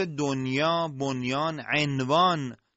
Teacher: مثلا در کلمات دنیا، بنیان، عنوان که مثلا حالا در قرآن هم وجود نداره، یا تنوین، میبینیم که چون نون ساکنه و حروف یرملون تو یک کلمه واقع شدن در محاوره و گفتگاه معمولی ادغام نمیشن